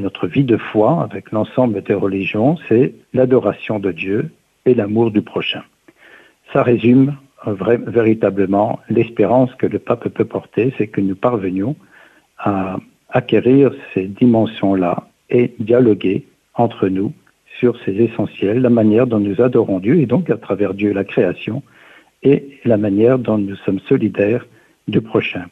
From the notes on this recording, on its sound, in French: reçoit aujourd’hui par téléphone